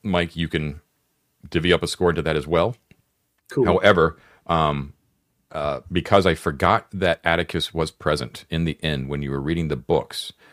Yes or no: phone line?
no